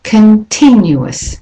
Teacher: In continuous, the O in con is de-stressed. So it's not continuous, it's con, continuous.